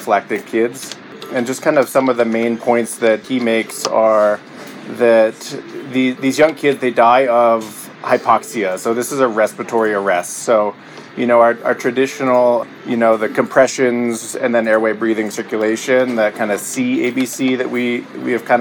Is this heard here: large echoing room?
no